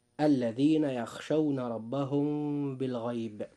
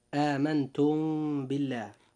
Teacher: الإخفاء الشفوي له حرف واحد هو الباء، وتصحبه مع ذلك الغنة. فإذا وقعت الباء بعد الميم الساكنة أخفيت الميم، ويسمى ذلك إخفاء شفوية لخروجهما، أي الميم والباء، من الشفتين.